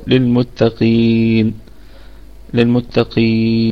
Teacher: للمتقين الكلمة كلها مرققة ما عدا القاف فهي في أقل درجات التفخيم وفيها قلقلة نسبية، والميم والميم في أقل درجات الغنة في الدرجة الخامسة، والقاف فيها مد طبيعي وصلا وعارض للسكون وقفا، وغنة النون وقفا في الدرجة الرابعة وصلا في الدرجة الخامسة، ونقف عليها بثلاثة أوجه عارض للسكون 2 4 6 قصر توسط الطول.